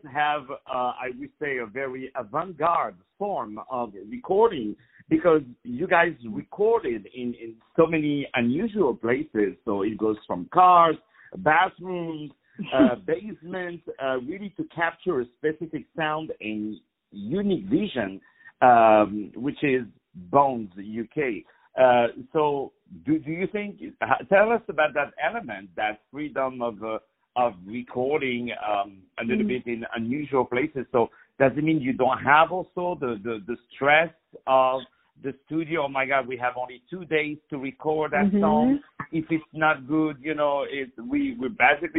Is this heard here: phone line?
yes